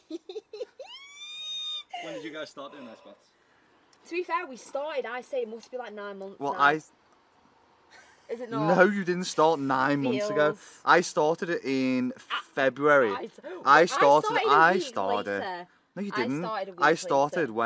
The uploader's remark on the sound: Live from their back garden today as we take a plunge in an ice bath.